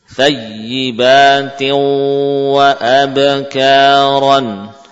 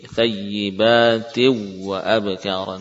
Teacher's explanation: Walaupun bibir melafadzkan wawu, namun hidung juga mengalirkan gunnah. · Shown in: first take